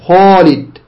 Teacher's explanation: يقولون خالد هكذا يفخمون الخاء والألف